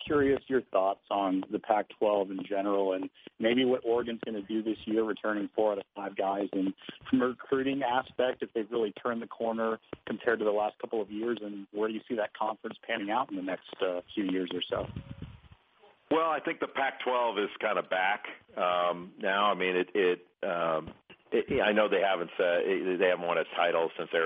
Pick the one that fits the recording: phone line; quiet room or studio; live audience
phone line